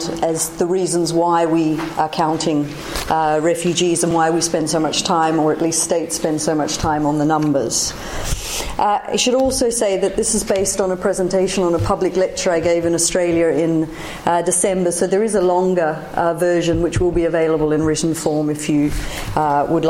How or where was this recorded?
large echoing room